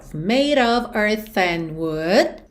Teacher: O E de made não é pronunciado, o D virou rarara, of, OF, sempre com som de OV.